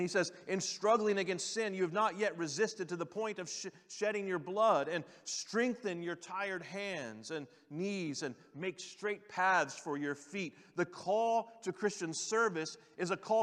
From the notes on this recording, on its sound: General Session V from the 2023 Shepherds 360 Conference